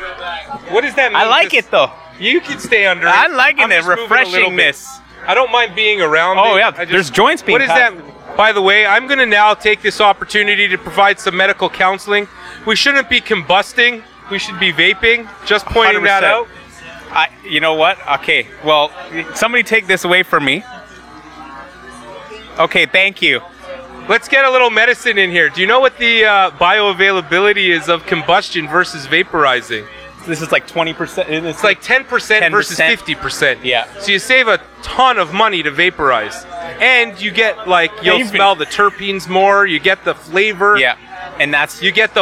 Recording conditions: busy venue